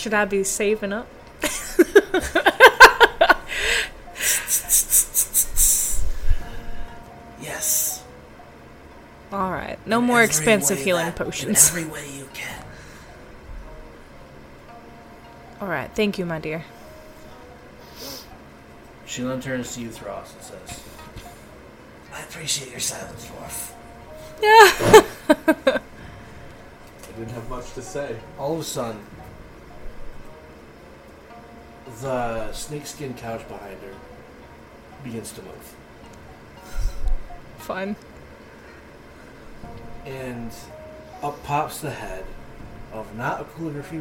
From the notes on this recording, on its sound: Due to technical difficulties the sound quality on this episode is not the best.